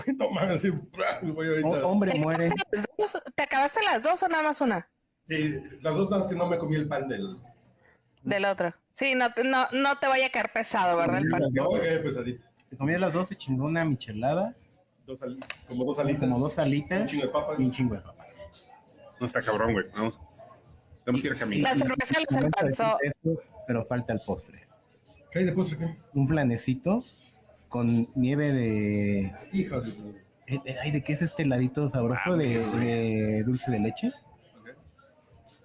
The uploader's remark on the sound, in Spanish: En vivo desde Hamburguesas Mataleón